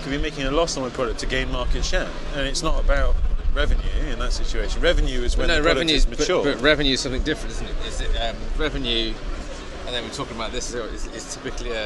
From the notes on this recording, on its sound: From The Black Friar, London, UK. Brave the cold outside one of London's oldest pubs.